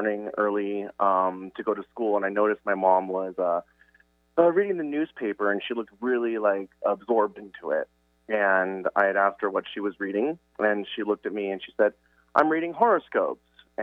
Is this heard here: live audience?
no